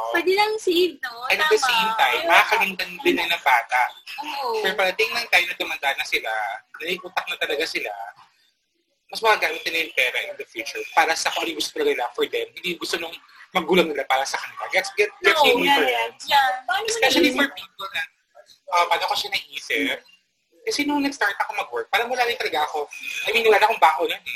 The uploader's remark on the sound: Sorry sa hindi magandang audio quality. We learned something this day, dapat may magandang mic at malakas na internet to have a better audio quality when you are having dinner outside and dapat may noise reduction.